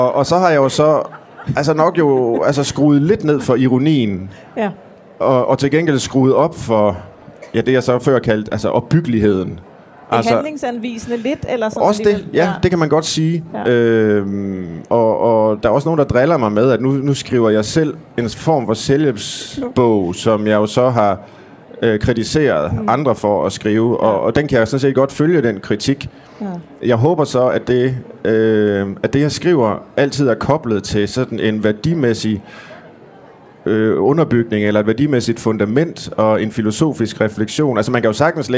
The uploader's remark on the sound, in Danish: Live fra Bogforum 2018. Dette afsnit er optaget live fra Bogklubbens scenen på Bogforum 2018.